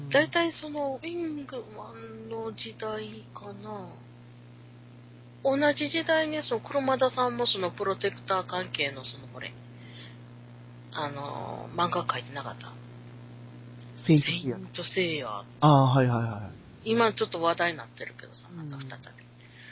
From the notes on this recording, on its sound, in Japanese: 今回は、収録した音声を編集し、仮BGMを付けるという作業をしてみました。もう少し音質を上げたかったんですが、Seesaaブログは最大２５Mまでしかデータをアップ出来ないみたいで、結局音質を落とさざるを得ませんでした。